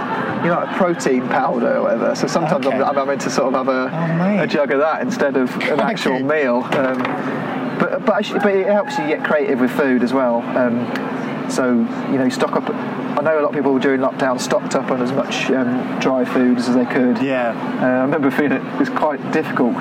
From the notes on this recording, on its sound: Recorded outdoors at Gas Street Basin.